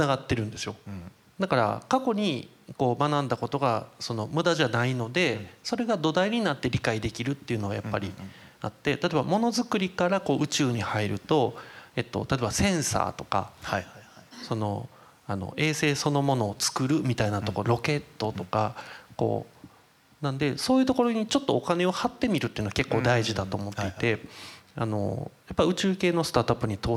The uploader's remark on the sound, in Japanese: FGNで行われた公開収録の後編をお送りします。